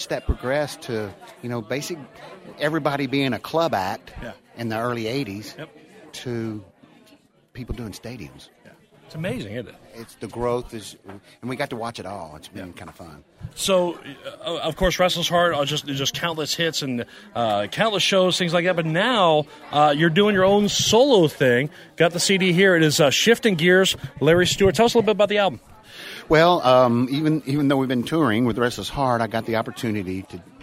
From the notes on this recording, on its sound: at Music Row Live during CMA Week in Nashville